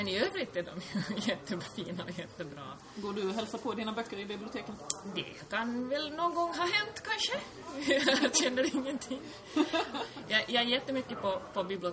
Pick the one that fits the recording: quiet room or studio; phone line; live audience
live audience